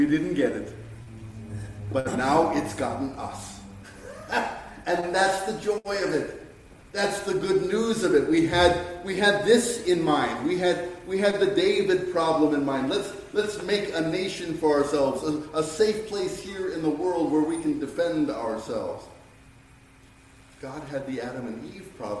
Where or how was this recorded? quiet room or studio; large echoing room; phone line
large echoing room